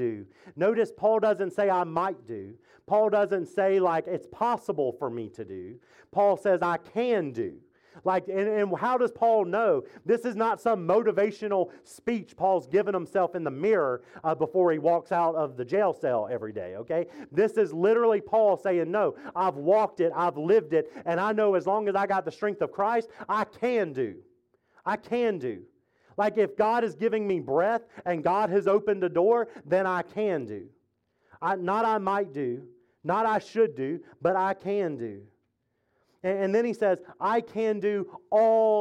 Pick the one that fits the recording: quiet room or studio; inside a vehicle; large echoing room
large echoing room